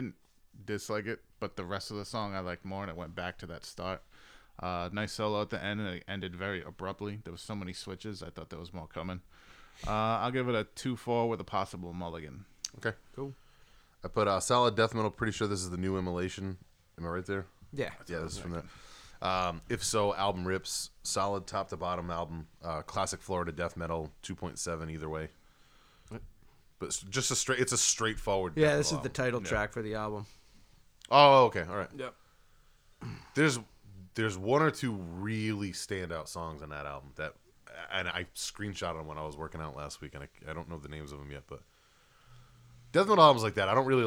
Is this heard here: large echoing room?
no